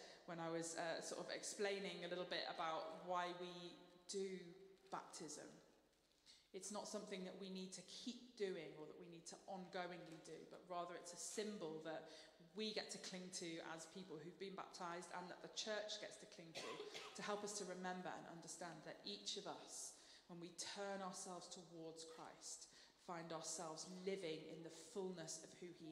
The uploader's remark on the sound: Streamed live at St Paul's Shadwell on Sunday, 4 June 2023.